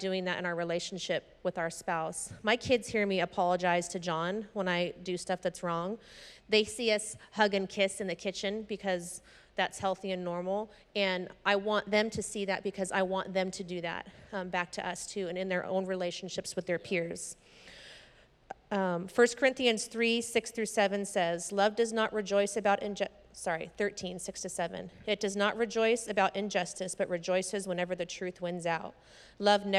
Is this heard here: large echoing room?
yes